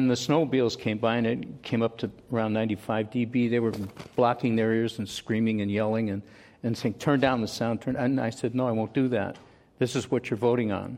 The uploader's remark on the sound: This program was recorded in front of a live audience at the Commonwealth Club of California on September 24, 2015.